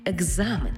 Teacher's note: Тому слово написано через «к» і «з», а в транскрипції і у вимові будемо чути «г» і «з» – екзамен, тобто дзвінкий плюс дзвінкий